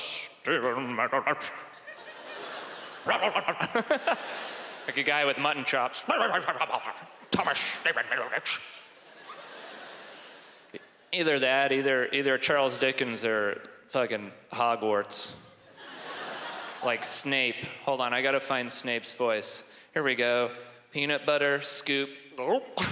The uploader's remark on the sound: stand up from the Just For Laughs Festival in 2015